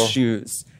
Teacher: so putting the emphasis on the second syllable